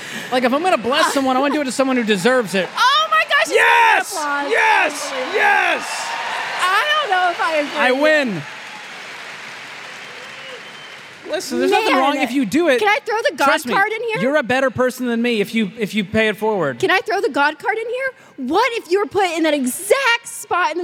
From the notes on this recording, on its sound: LIVE From Dallas. From the SMART Conference stage in Dallas, Texas.